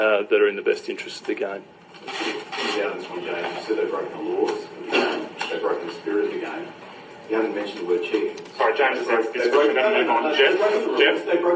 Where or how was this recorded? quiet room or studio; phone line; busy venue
busy venue